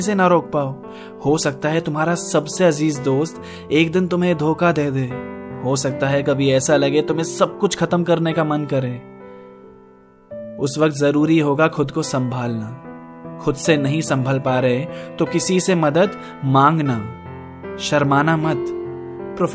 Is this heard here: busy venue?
no